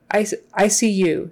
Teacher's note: it would probably always be stressed on the you